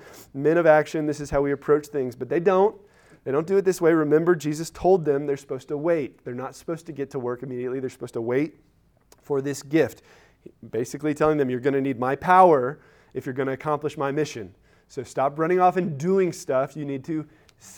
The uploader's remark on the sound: Recorded at Emmaus Church in Buford, GA on Wednesday, Oct 5, 2022.